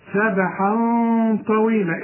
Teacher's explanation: الغنة هنا مفخمة علشان الطاء